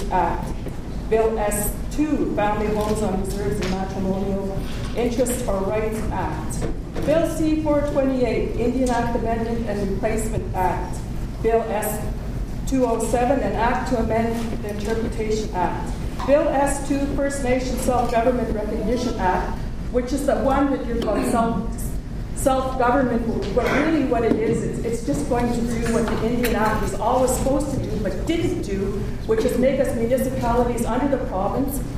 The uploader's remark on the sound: Part 2 Q&A. Audio of this speech is available courtesy of an audience member.